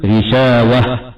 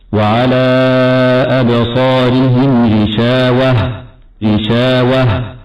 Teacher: والصواب أن نقرأ بهمس الهاء وإخراجها من أقصى الحلق · Shown in: second take · هكذا وعلى أبصارهم غشاوة، غشاوة.